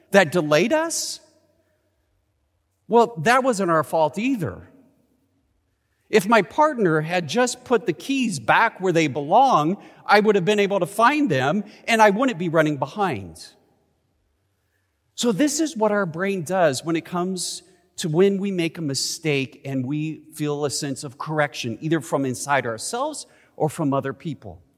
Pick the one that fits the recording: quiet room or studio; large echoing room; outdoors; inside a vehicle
large echoing room